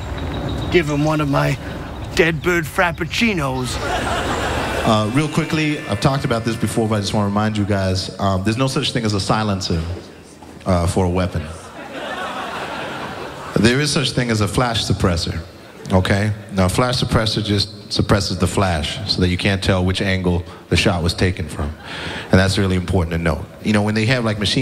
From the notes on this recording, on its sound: Live At Central Park (2012).